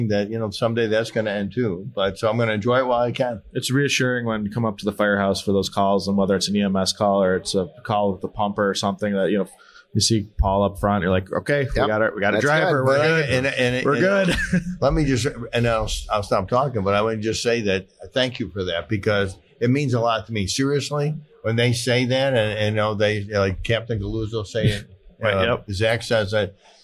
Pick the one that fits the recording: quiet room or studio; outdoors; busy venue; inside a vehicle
busy venue